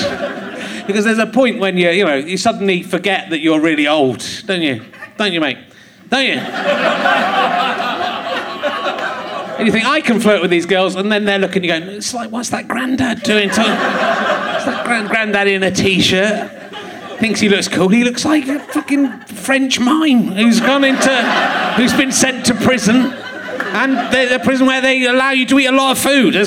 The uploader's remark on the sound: Leicester Square Theatre Podcast